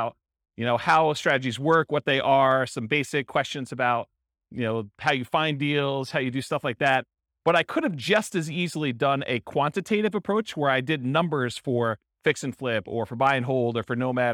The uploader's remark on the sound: This was a live class recorded